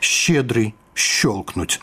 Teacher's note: Яшчэ ў расейскай ёсць літара «ща», якой абазначаецца фактычна доўгі мяккі гук «щ» у маскоўскім варыянце.